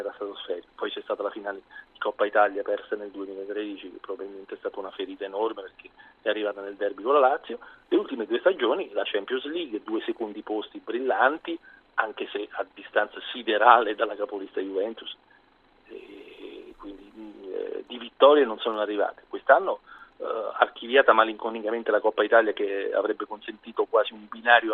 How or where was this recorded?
phone line